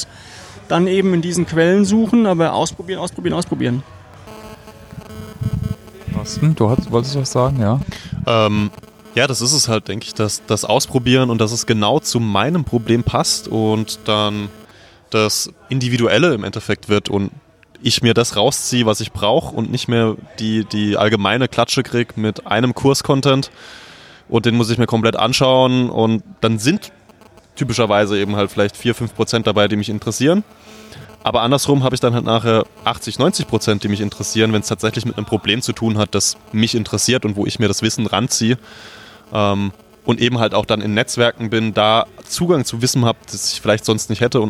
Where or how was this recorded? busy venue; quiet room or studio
busy venue